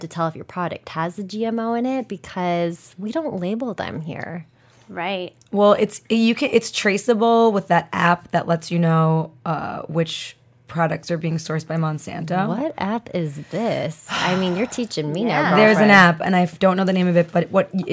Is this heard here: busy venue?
no